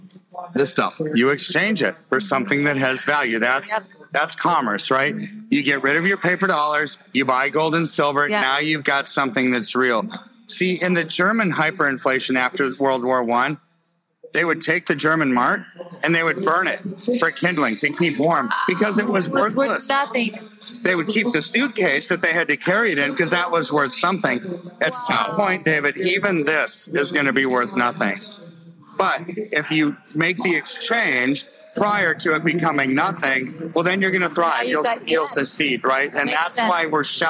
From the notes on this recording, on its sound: live and in person at the Reawaken America event